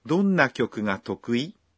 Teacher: it was pronounced 得意 with a rising intonation, so it must be a question.